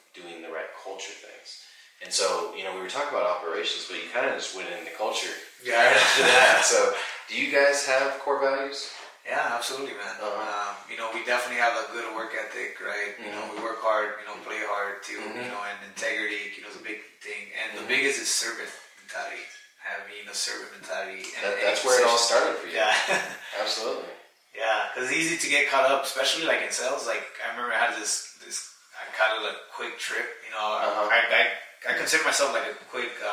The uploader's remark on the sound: Apologies for the audio on this one! Our audio files were corrupted and we had to use the Camera audio.